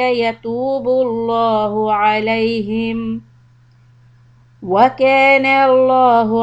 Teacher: Lafz jalala lam will be heavy in both words, yatubu allahu and wa kana allahu.